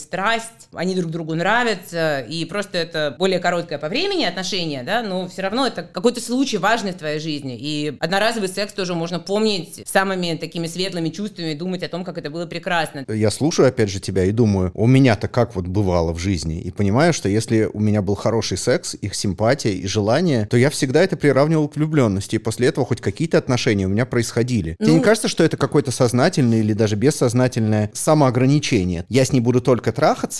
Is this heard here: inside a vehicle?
no